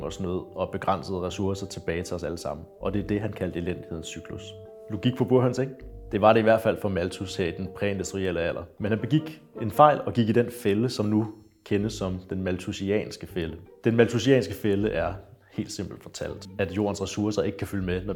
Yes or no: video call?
no